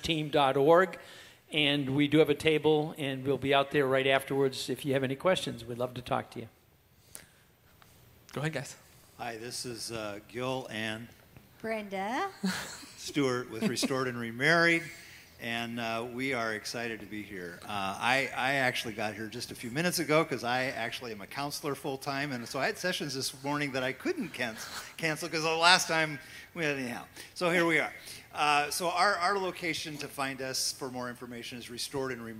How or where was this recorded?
live audience